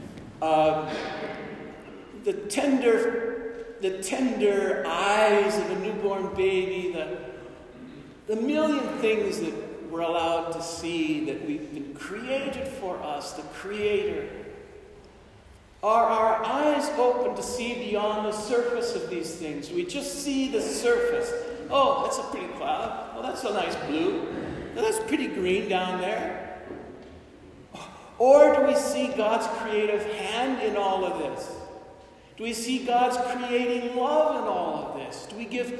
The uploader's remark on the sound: This homily was delivered at Saint Therese Church in Albuquerque, New Mexico on October 24, 2021.